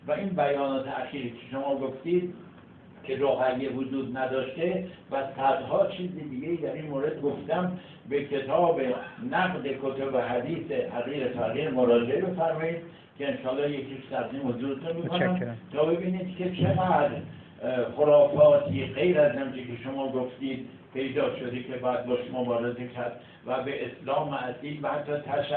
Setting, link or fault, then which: fault, poor sound quality